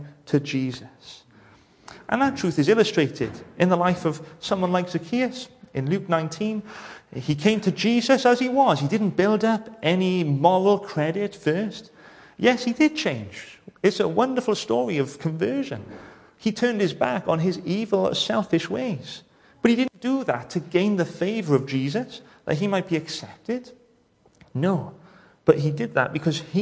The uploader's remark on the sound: welcome to Bethel Evangelical Church in Gorseinon